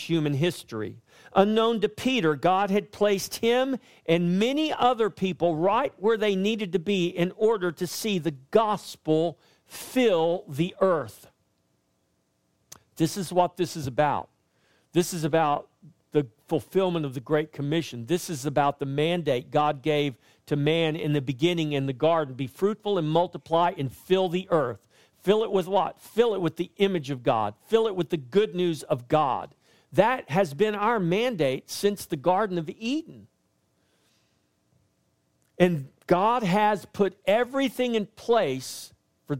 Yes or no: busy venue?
no